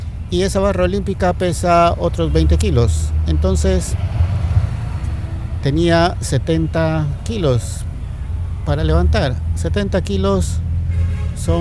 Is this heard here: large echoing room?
no